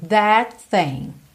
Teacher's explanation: entre o that e o thing, a gente não vai ter esse T do that, o T final, ok? A gente já vai ligar tudo.